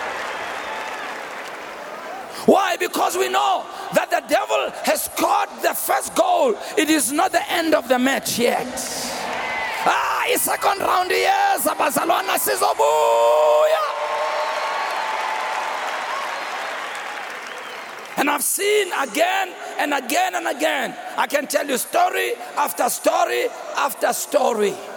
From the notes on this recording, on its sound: preached on Resurrection Sunday at the Annual Good Friday Celebration held at Orlando Stadium on the 09th of April 2023